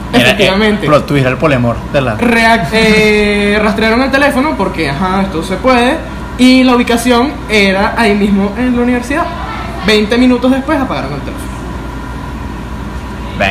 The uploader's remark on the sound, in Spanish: Disculpen el sonido, el aire acondicionado no se callaba